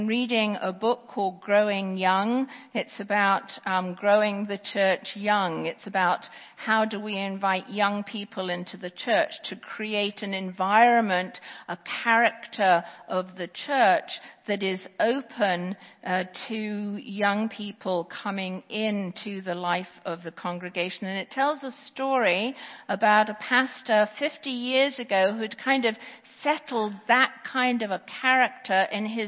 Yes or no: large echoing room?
yes